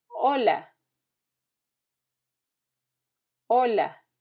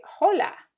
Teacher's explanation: The letter H has no sound in Spanish. · Shown in: first take